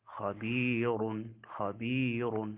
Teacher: هذا راؤها مفخم لقالون، خبير خبير